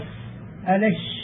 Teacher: ومعنى الحرف الرخو أنه حرف ضعف الاعتماد عليه في موضعه عند النطق به فجرى معه الصوت فهو أضعف من الشديد. ألا ترى أنك تقول في ألس ألش فيجري النفس والصوت معهما · Term: الحروف الرخوة